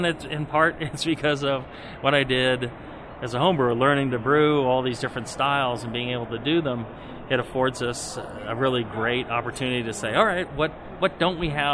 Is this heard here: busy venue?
yes